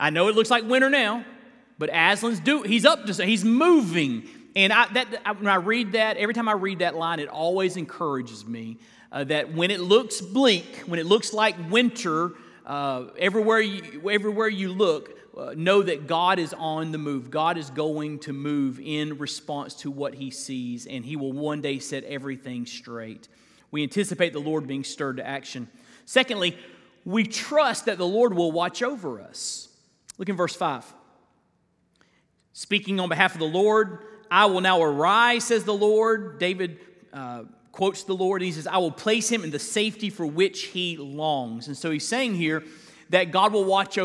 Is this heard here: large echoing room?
yes